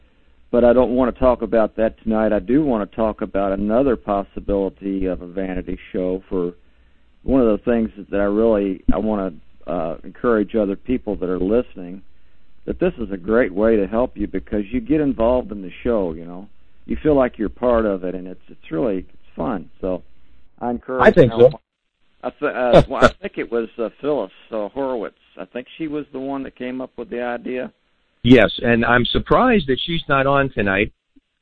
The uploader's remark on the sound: Semi Annual call in show. This week listeners call in to ask questions and comment on shows past and future.